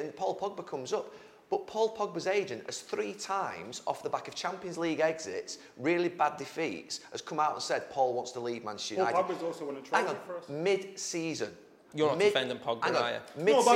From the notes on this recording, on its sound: Live Fan Debate